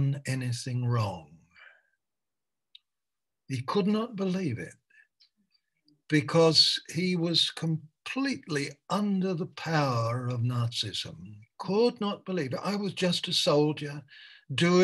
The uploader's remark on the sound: Malaysia Meets (Zoom)